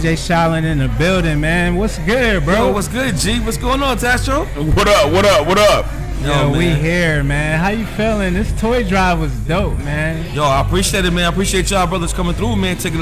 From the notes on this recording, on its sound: New Episode recorded LIVE at the 93.9 Power Hitz Radio Christmas Toy Drive..